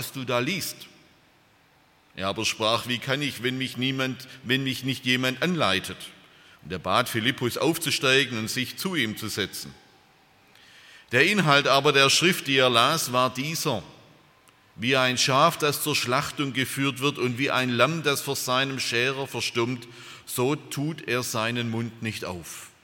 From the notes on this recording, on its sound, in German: aus dem Gottesdienst der Liebenzeller Mission